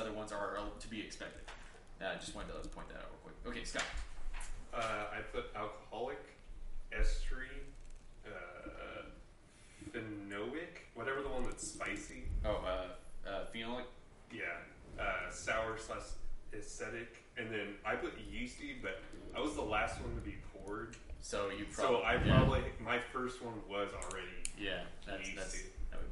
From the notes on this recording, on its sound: This week the boys are live from Midway Craft House in Denton TX. Live 1 From Midway Craft House Denton TX.